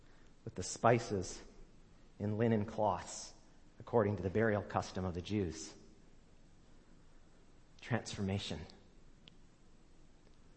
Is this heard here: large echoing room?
yes